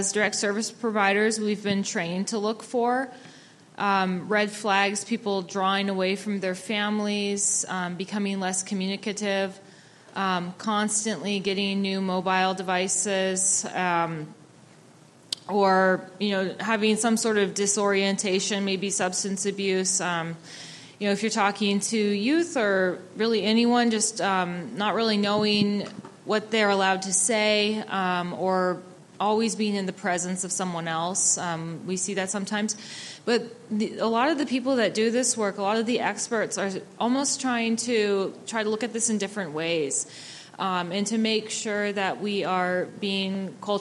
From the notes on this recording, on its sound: A panel of local professionals answer audience questions. This program was presented by the Alaska World Affairs Council and was recorded at Bear Tooth Theatrepub.